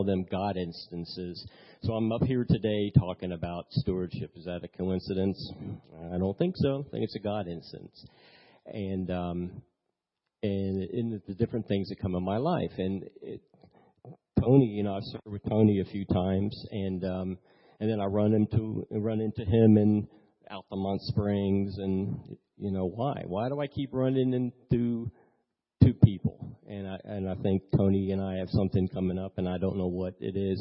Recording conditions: large echoing room